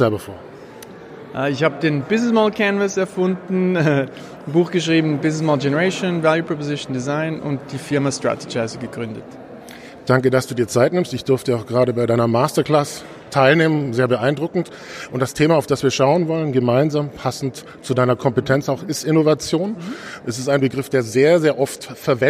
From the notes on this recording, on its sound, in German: Dieser Podcast wurde aufgenommen Live auf dem Global Peter Drucker Forum.